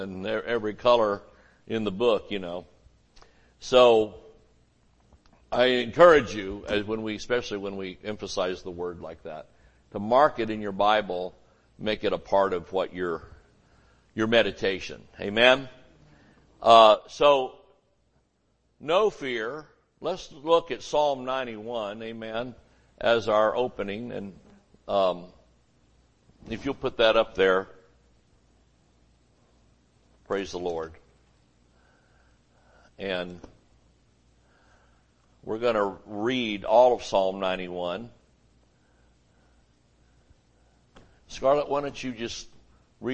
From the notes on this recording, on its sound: Sunday Morning Service